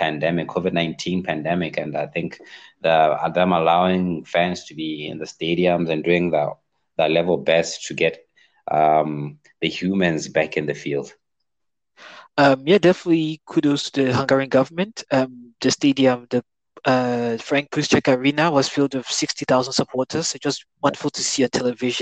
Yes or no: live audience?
no